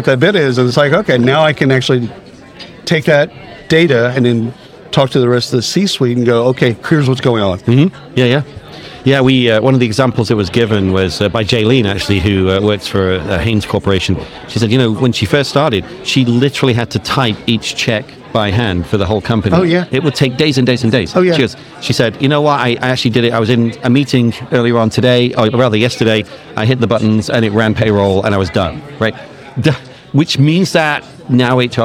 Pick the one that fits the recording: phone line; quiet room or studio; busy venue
busy venue